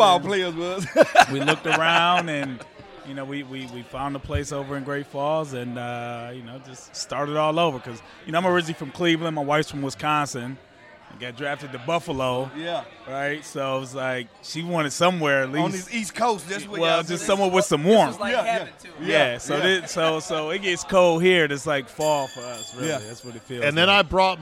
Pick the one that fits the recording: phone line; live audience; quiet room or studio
live audience